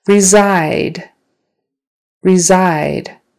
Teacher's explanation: The stress is on the second syllable.